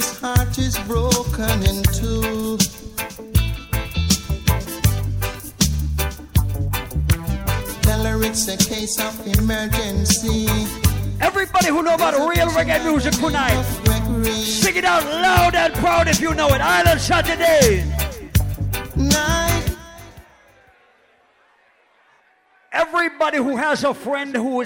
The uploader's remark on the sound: LIVE AT ISLAND SATURDAYS - 3/23/19